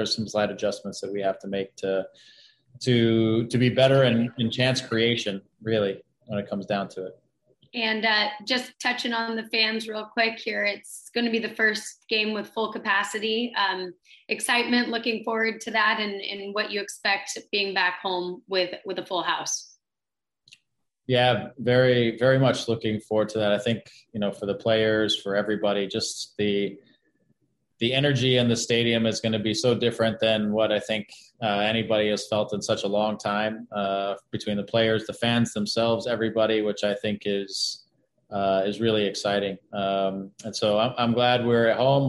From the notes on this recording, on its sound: Media Video Conference Call